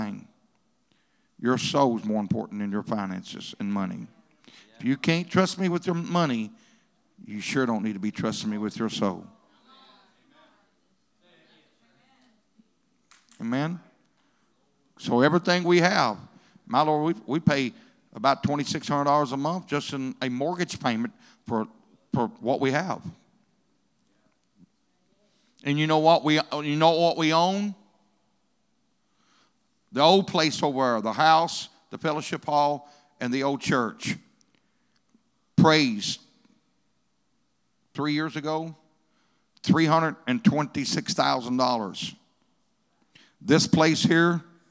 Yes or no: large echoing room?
yes